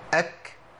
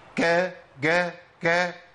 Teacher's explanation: لازم الهمس يبقى مع الكاف مصاحب ليها · Shown in: first take · اك لازم يبقى مصاحب، ما اقولش اج ك.